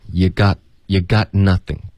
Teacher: Got 结尾需要有一个干脆的停顿